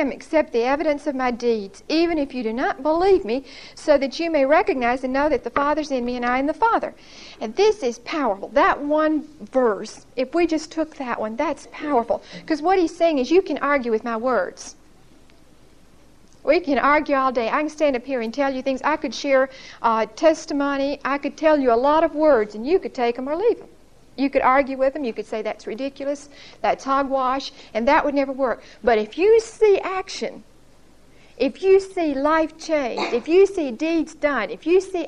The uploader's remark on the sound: Recorded 8/26/1975 at Whitesburg Baptist Church.